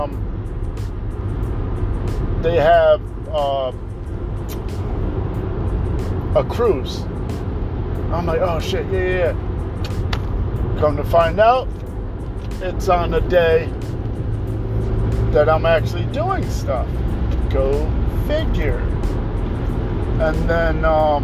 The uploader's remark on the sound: This episode I did in the car.